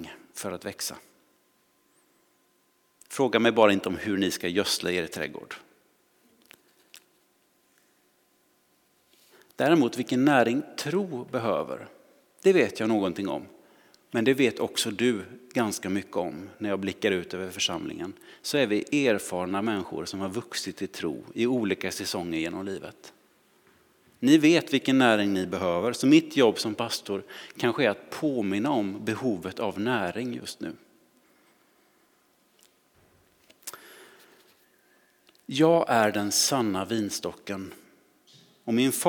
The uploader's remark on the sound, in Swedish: Inspelning från Immanuelskyrkan Skövde.